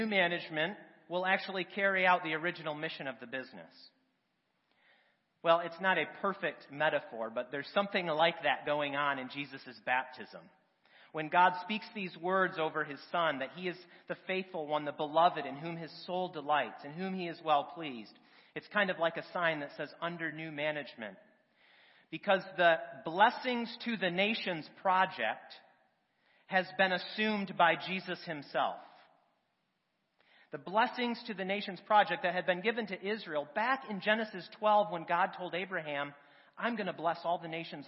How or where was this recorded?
large echoing room